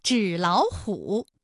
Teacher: 音变的情况就应该是第一个音节变成二幺，第二个音节变成三五